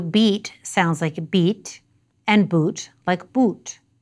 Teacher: Technically, what's happening is that Latino English speakers are pronouncing these vowels as monophthongs, as one-part vowels. In other varieties of English, the vowels are usually diphthongs, two-part vowels, and they glide slightly in the mouth instead of staying in one place.